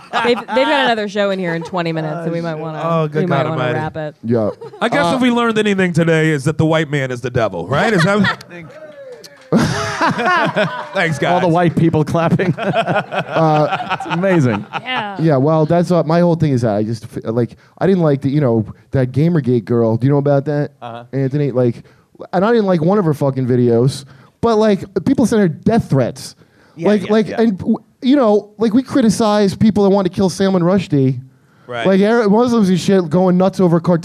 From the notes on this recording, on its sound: This live episode was a part of The New York Comedy Festival! There was at least one person in the audience.